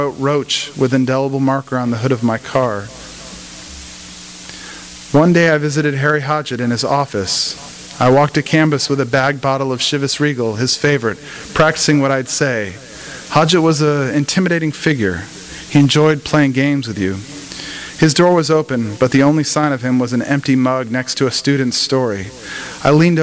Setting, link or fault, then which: setting, live audience